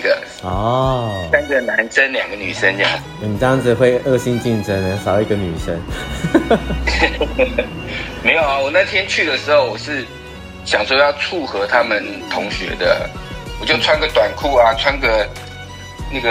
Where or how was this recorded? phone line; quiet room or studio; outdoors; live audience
phone line